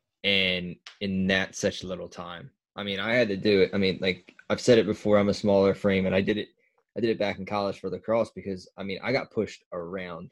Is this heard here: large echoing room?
no